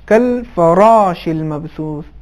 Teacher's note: دوسرا نقطہ اسی آیت میں یہ ہے کہ حرف را جو فراش میں ہے، یہ بھی موٹے انداز سے تلفظ ہوگا، تجوید کے اصطلاح میں تفخیم کے ساتھ تلفظ ہوگا